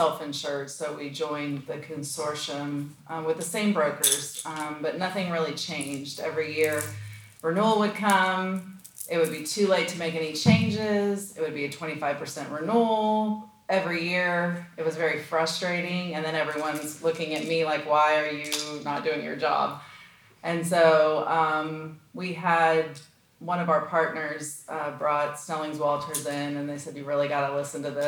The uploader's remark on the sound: Live Audience: Contrarian Members’ Meeting. Live episode.